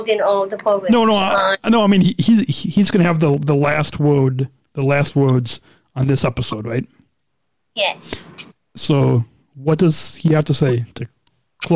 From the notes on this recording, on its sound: We call listeners LIVE on the digital airwaves. Live Phone Call Segment. Livestreamed video edition.